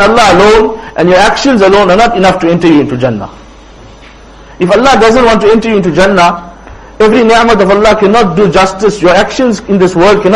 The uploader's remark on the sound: Jumuah lecture at Rockford Musalla